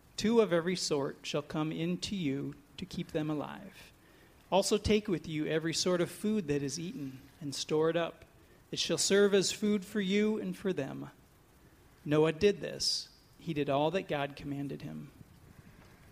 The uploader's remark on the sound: These messages were preached at Valleybrook Community Church meeting at Kaneland Middle School, Maple Park, IL